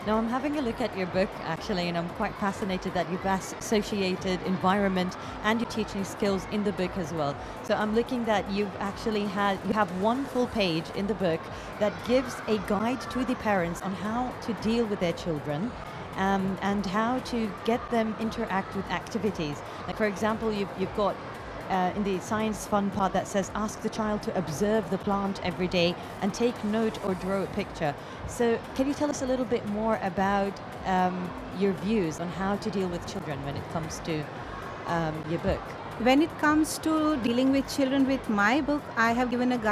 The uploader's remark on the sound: Live interview from SIBF 2022